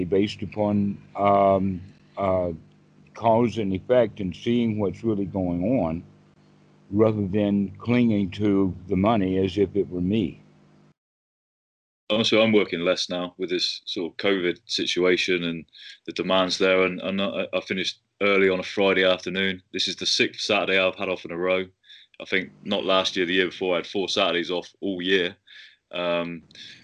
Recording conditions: video call